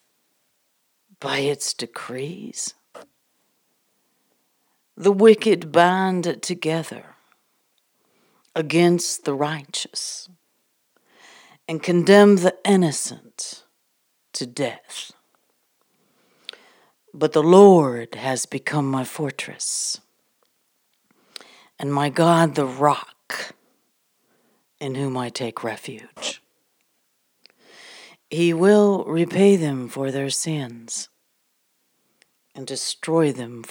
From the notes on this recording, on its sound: live from the Furnace Sessions from the Prayer Furnace on the Mountain